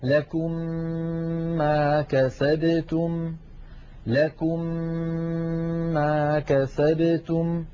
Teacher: ومن قواعد التجويد أن هذه الميم المشددة تحتاج إلى غنة طويلة، مثلا لكم ما كسبتم، لكم آخرها ميم ساكنة، ما كسبتم أولها ميم متحركة، ندغم الميم الأولى في الثانية فيصبحان ميما مشددة تنطبق عليهم الشفتان انطباقة واحدة، فنطبق على ميم ساكنة ونفتح الشفتين على ميم متحركة مع ملاحظة الغنة هكذا: لكم ما كسبتم، لكم ما كسبتم. · Term: الإدغام